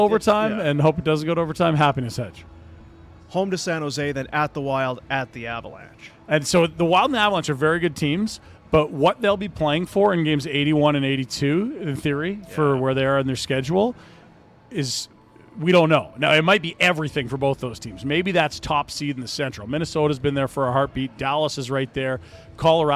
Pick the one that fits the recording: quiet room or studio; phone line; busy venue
busy venue